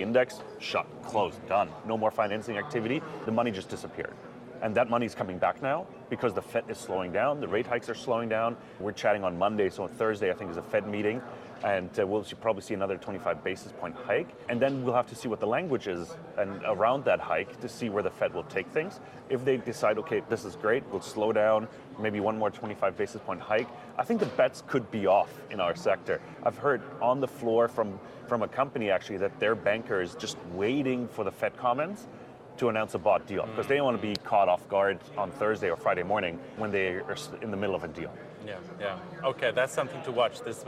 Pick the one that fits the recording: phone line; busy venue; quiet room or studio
busy venue